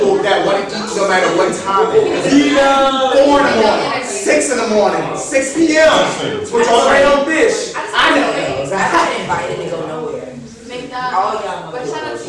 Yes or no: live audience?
yes